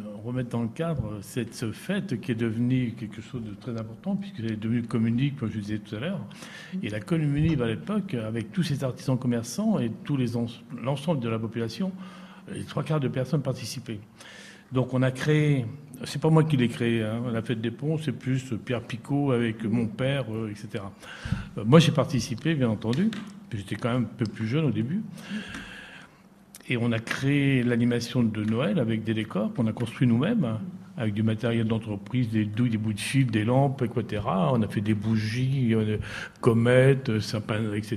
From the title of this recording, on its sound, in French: Radiolab est en direct de l’EHPAD de Charny Orée de Puisaye